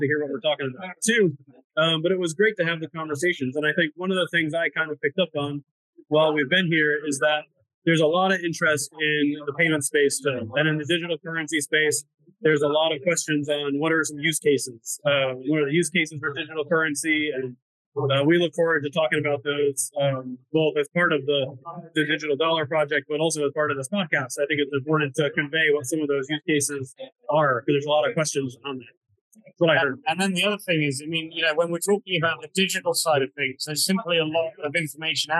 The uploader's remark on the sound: Live From Currency Research New Year’s Meet and Greet.